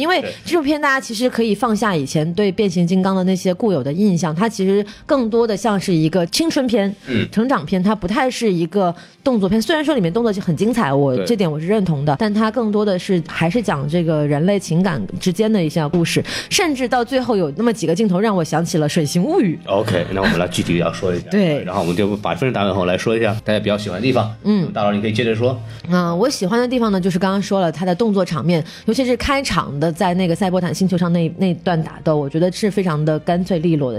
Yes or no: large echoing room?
no